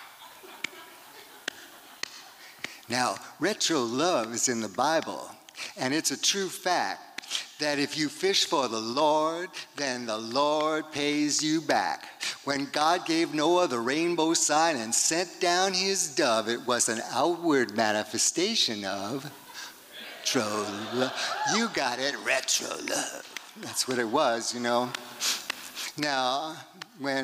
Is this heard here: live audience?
yes